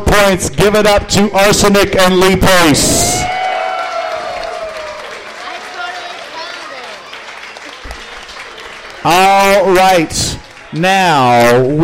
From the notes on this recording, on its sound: Live at the Local 907 in Renton! 13 of the best and brightest trivia teams around compete in our first-ever tournament finals!